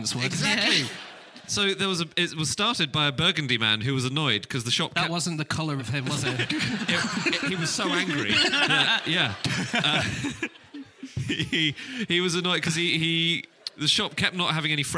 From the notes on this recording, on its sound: Live from Aberdeen